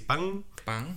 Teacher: decís pan, pan y te fijas la lengua está atrás